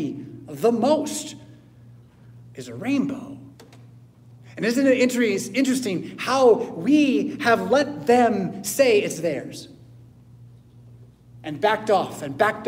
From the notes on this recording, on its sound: Preached at St Paul Lutheran Church , Rockford, Illinois on Sunday July 23rd, 2023.